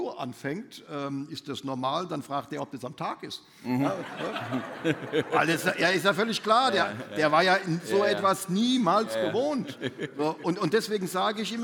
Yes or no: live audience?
yes